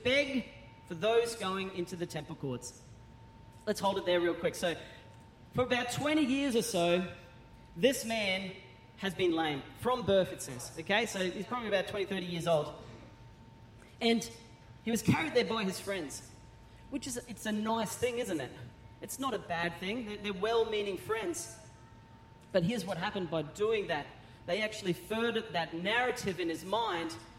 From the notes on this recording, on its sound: Recorded during our 9am service on Sunday, the 21st of January 2024